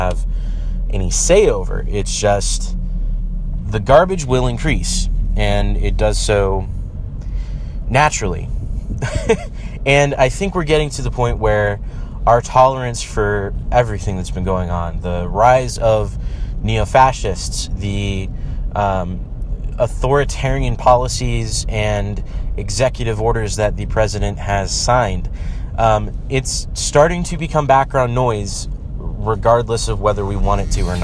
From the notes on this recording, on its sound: here's a quick recording from my drive home from the grocery store.